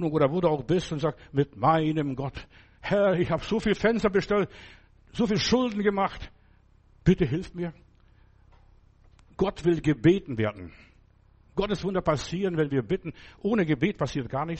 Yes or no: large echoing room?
yes